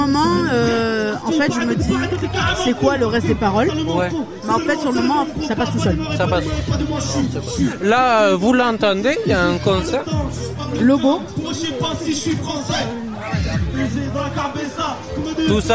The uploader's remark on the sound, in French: en direct de "Jeunesse en fête"